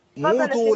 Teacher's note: لما تقف عليها لا تقف بهمزة